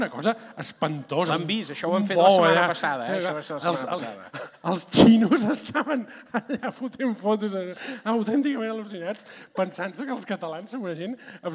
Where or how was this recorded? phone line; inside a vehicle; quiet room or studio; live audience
live audience